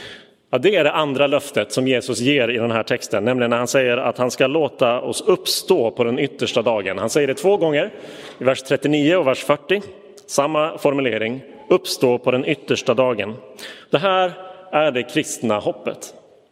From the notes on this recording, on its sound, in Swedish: Inspelad i Roseniuskyrkan den 6 november 2022.